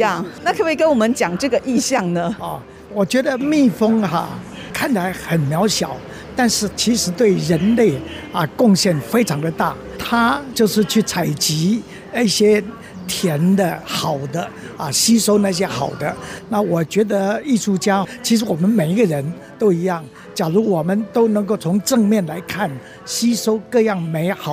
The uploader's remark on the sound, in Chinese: 開場就帶我們走進2023年好主意藝術協會所舉辦的第四屆「異象•藝象—藝術人回家聯展」。採訪現場民眾觀賞的感動。